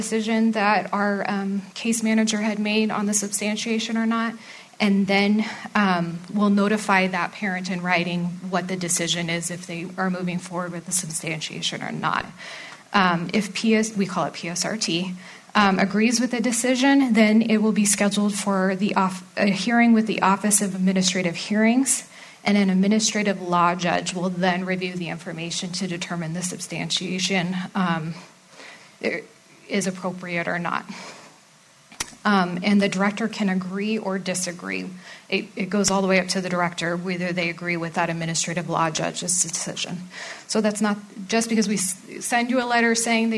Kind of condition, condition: setting, live audience